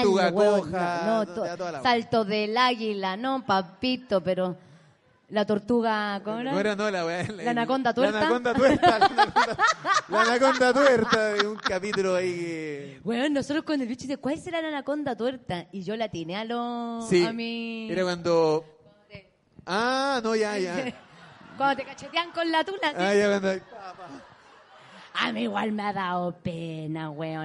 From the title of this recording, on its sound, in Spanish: En Vivo en el Comedy Restobar "El Ritual del Ajo"